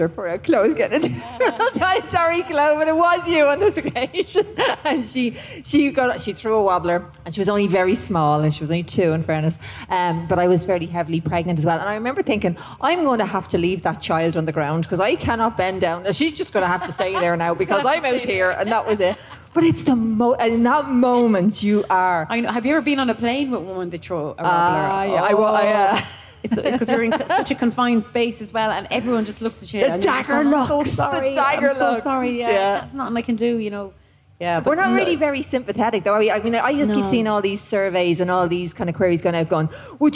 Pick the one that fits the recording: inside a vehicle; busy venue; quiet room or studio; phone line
busy venue